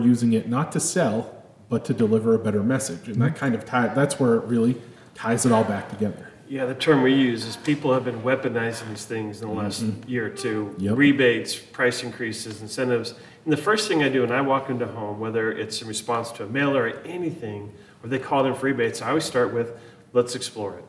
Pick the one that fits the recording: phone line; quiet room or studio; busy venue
busy venue